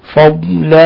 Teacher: نلاحظ الضاد كيف نخرجها، لا نقلقلها، نعطيها الاستطالة بأن نضغط عليها، فضلا نخرجها من مخرجها من حافة اللسان مع ما يلي من الأضراس العليا.